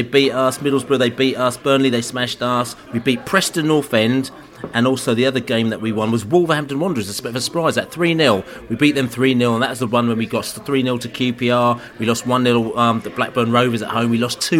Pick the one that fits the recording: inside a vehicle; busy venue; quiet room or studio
busy venue